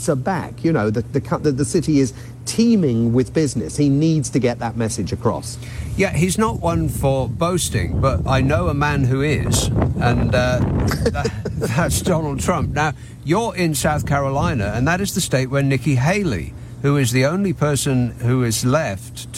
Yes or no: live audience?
no